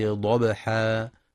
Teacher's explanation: تفخيم الضاد في ضبحا مع قلقلة الباء